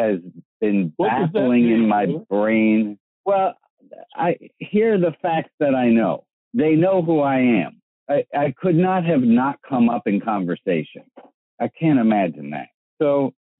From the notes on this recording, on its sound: Audio quality is okay today (you both sound like you’re on the phone).